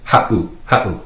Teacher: If you were to take out that seven, it would be pronounced ha'u. With the seven in there, makes that little glottal stop, that pause.